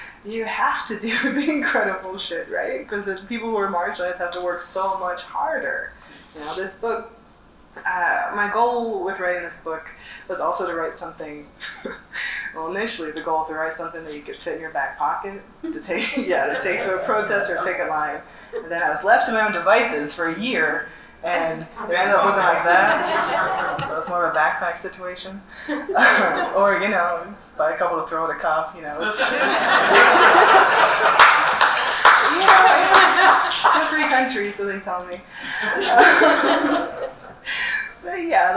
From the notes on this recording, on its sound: session recorded at Socialism 2022